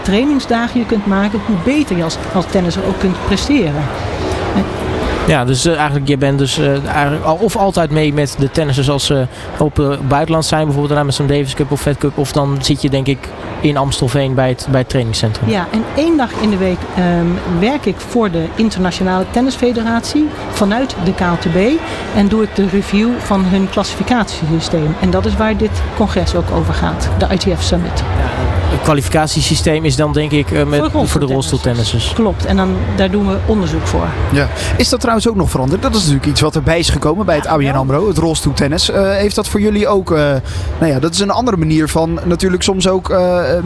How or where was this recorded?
busy venue